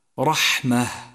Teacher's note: وفي حال الوقوف على هذه الكلمة لابد لك من إظهار همسين، همس الحاء وهمس التاء المربوطة التي صارت هاء عند وقوفك عليها